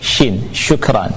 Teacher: ini keluarnya adalah dari wasatul lisan, dari pertengahan lidah · Term: huruf shin